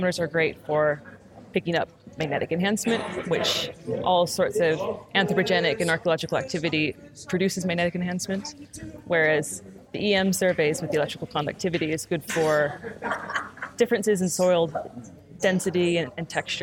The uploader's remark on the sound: This was recorded at CIFA Brighton 2018 conference